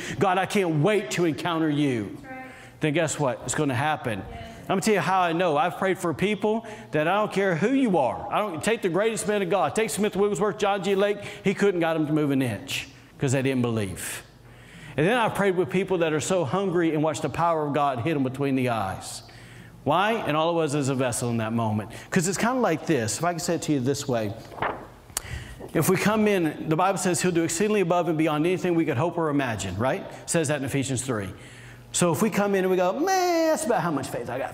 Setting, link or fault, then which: setting, large echoing room